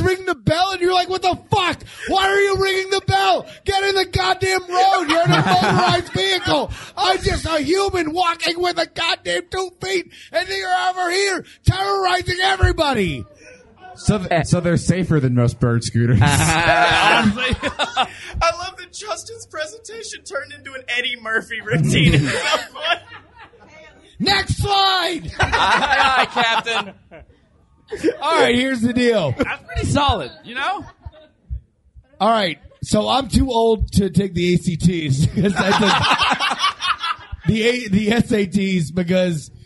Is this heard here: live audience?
yes